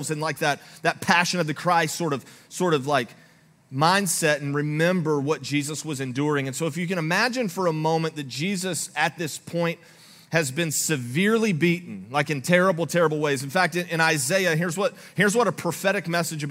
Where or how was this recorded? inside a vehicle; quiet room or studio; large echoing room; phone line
large echoing room